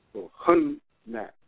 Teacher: an abrupt stop on the first N, the shedda means to double, and the second N takes a sound